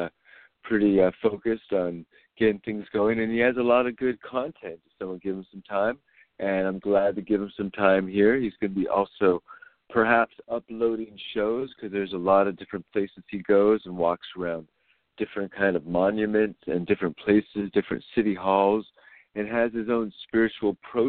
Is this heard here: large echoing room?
no